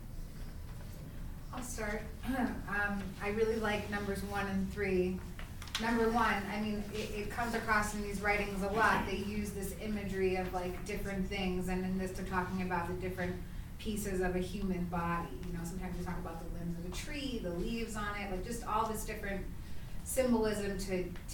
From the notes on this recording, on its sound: Live: At Harlem Heritage Center. We had the opportunity to do a live episode.